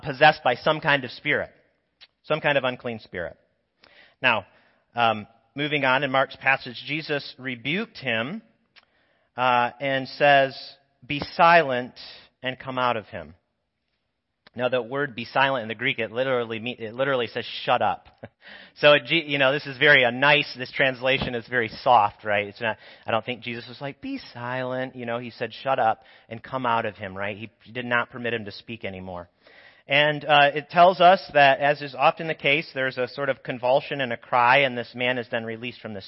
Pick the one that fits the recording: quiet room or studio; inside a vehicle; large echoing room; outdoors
large echoing room